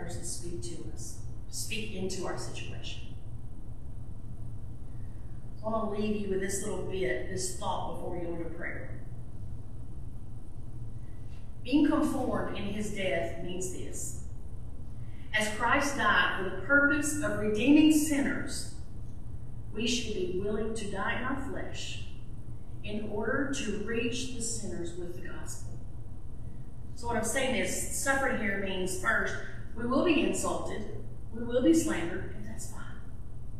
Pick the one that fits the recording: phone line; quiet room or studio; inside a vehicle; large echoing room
large echoing room